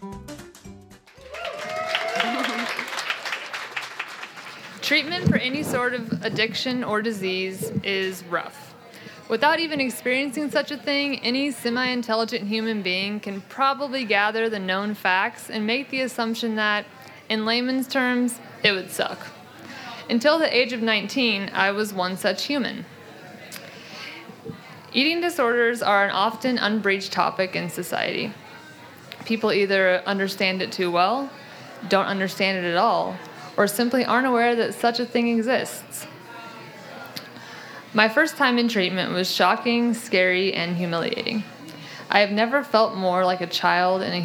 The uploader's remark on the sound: Impromptu Raconteurs. You never know what you'll get when the audience steps up to the mic.